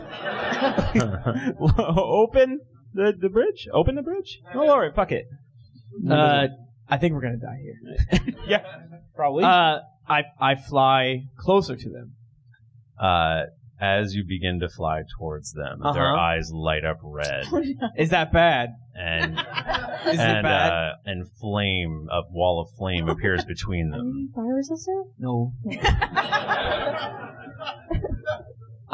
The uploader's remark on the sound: This adventure was recorded live in front of a studio audience. We had a blast doing our show and actually seeing folks react.